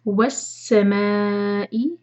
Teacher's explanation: ما چار حرکہ لمبا کھینچنا ہے، مد متصل